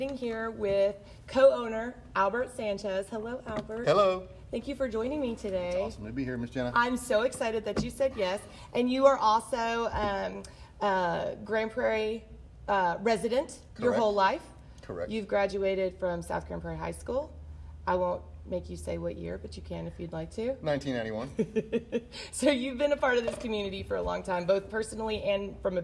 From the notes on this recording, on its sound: Betos Mexican Restaurant. Recorded at Betos.